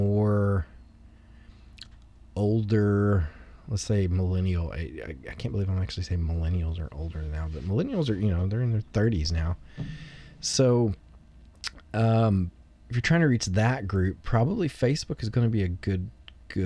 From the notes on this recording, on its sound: Also, it was recorded on a boat and has sea shanties!